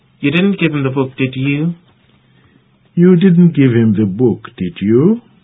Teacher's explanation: The tag is said with a rising intonation.